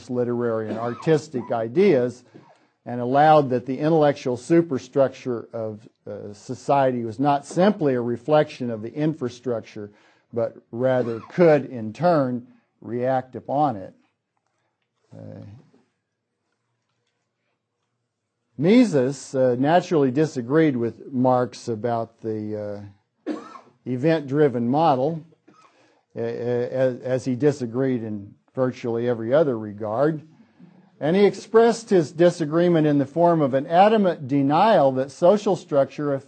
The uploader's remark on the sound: Hayek Memorial Lecture. From the 2006 Austrian Scholars Conference.